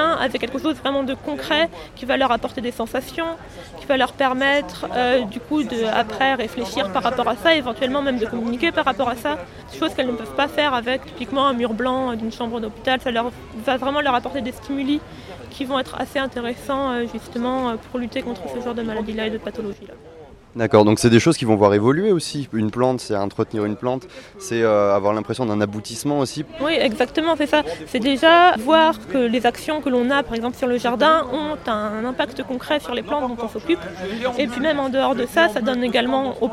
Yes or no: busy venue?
yes